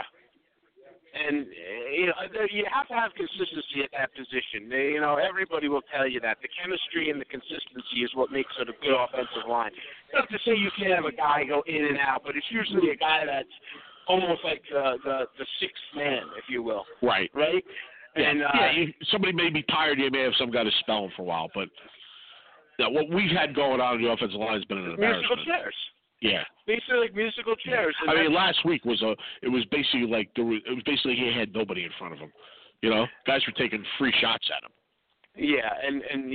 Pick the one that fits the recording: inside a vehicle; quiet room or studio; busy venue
busy venue